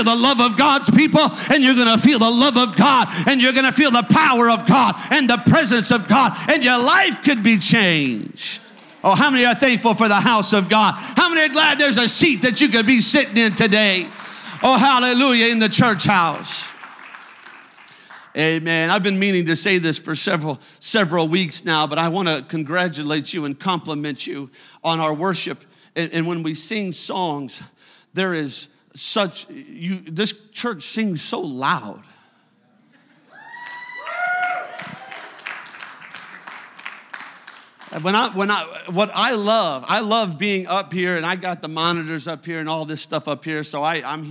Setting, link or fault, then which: setting, large echoing room